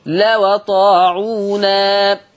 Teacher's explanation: لما تنقل هتبقى الواو مفتوحة